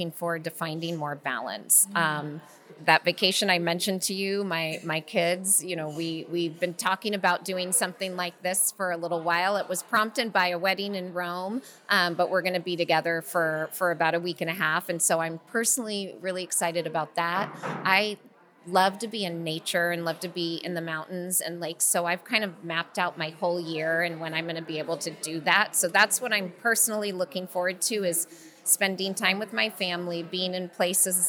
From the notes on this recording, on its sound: This episode was recorded live at the 2023 Outstanding Mother Awards in New York City.